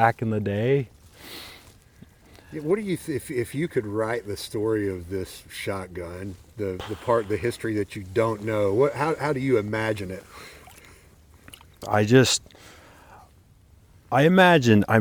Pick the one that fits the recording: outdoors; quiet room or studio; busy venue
outdoors